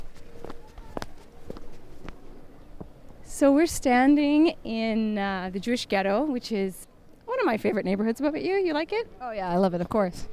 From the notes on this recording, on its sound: This week, we hit the streets of Rome with our recording equipment to search for ancient artifacts or “ spoglie ” hidden in plain sight.